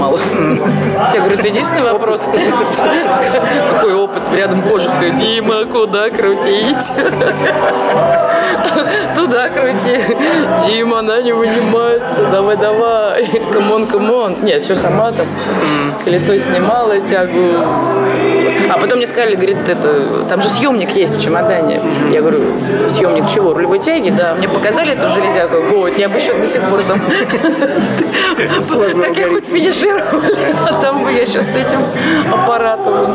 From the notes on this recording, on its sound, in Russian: Сегодняшний выпуск был записан на встрече в уютном кафе.